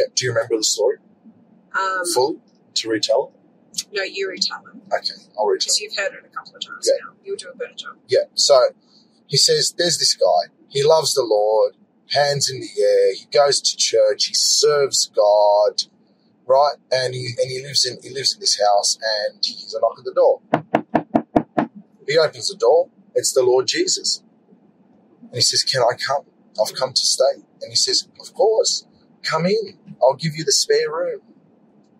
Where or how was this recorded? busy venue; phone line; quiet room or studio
busy venue